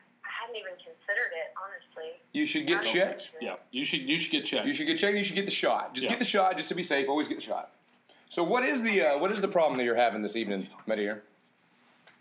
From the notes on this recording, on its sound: Best of Wednesday night love line calls. It’s calls from people that called.